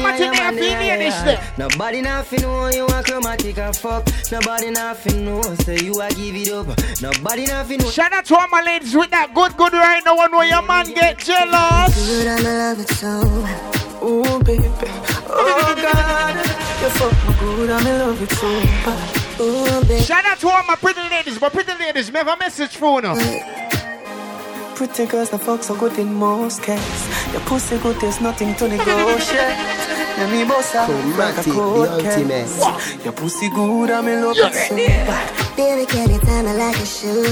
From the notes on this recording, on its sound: LIVE ON AUGUST 20TH AT ISLAND SATURDAYS IN PROVIDENCE, RI